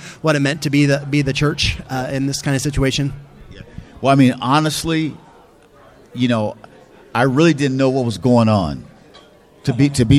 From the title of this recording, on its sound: Live at CCDA